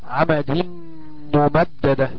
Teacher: النون الساكنة اللي هي بتاعت التنوين هتقلب كأنها قلبت ميم ساكنة أيضا، وتضغم في الميم المضمومة